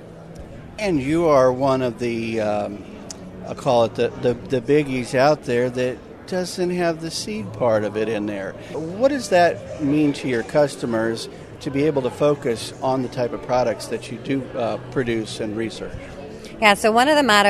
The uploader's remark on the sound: Interviews from ARA Conference & Expo